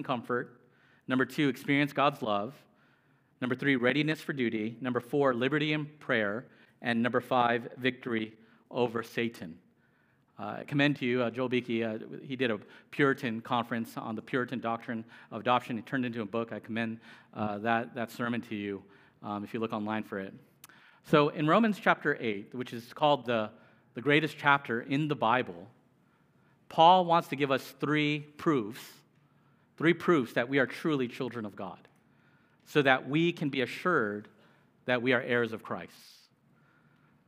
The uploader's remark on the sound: Preached. At Immanuel Church of Orange County.